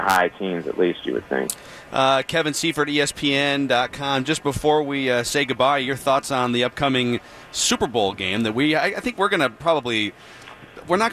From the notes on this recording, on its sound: live from Radio Row all week